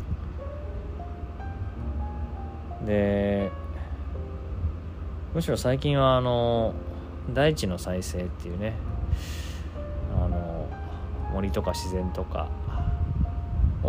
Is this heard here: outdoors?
yes